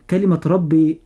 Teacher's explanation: الراء مفخمة عند النطق لأنها مفتوحة